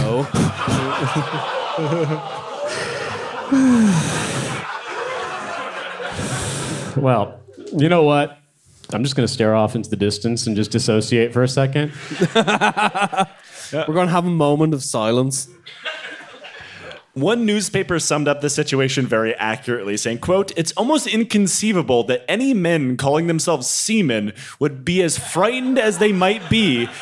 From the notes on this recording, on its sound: The Voyage of the Damned Live in London. This is a preview of our first ever live show.